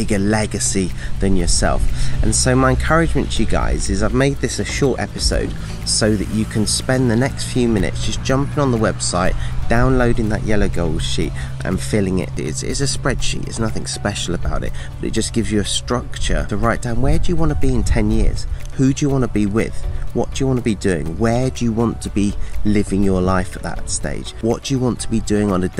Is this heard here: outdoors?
yes